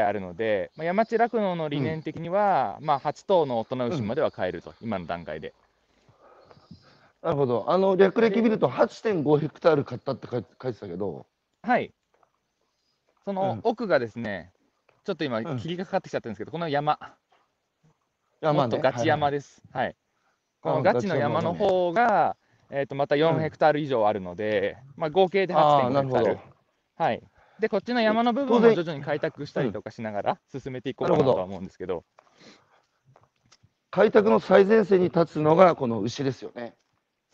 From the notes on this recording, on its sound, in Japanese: 長野県平谷村。歩きながら1時間、対談する。